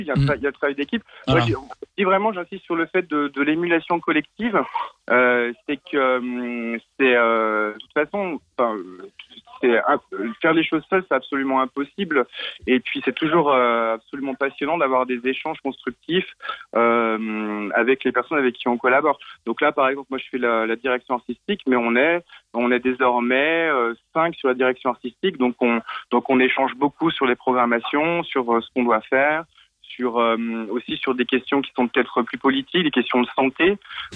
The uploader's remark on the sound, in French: Nos invités sont (au téléphone)